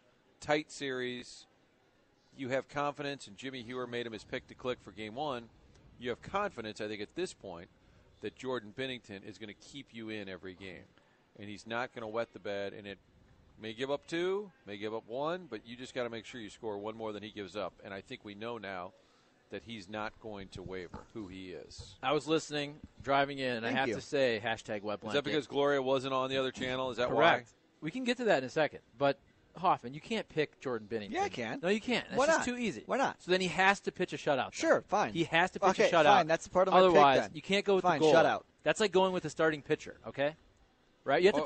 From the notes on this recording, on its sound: Broadcasting live from the Schnucks off St. Charles Rock Rd.